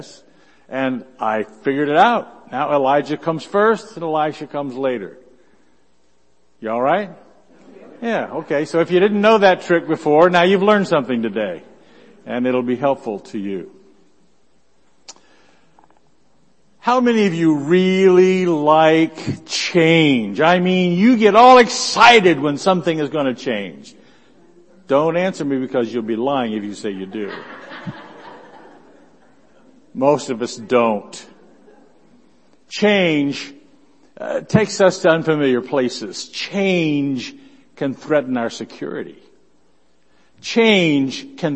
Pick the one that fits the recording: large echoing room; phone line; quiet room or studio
large echoing room